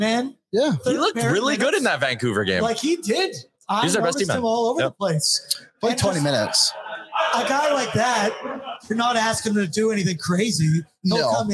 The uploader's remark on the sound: live from Century Mile Racetrack and Casino for a Friday evening show